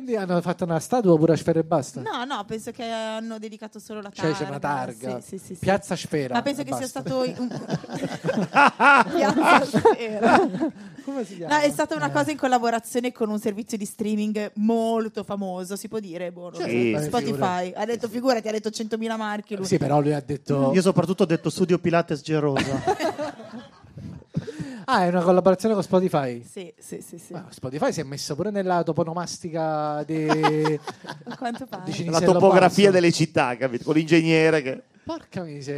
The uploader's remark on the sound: Live dal GhePensiMi di Milano